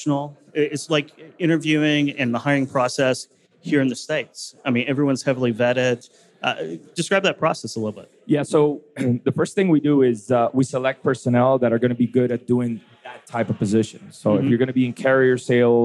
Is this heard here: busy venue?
yes